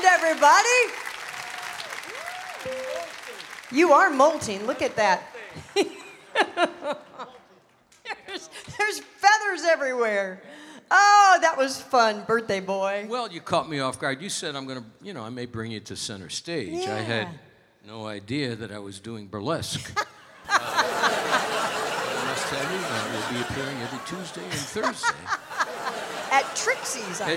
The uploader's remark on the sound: Live at the South Point